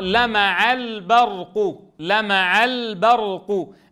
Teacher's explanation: اللام هنا لام مظهرة عند الباء، بمعنى لا بد أن يظهر لها صدى في السمع